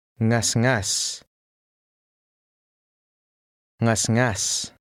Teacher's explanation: Now look at number 10, which has two NG combinations. In both, the G is almost silent